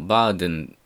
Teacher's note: 入浴するのバーデンだったら語中なので do という音で実現します